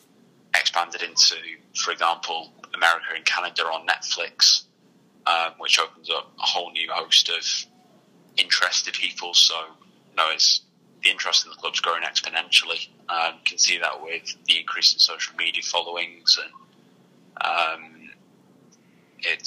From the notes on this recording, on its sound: Telephone interview